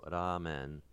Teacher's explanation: Mostly like a retracted flap before A. So ramen would be slightly retracted tap.